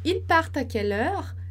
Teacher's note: E a entonação também vai subir, né? Para mostrar que é uma pergunta.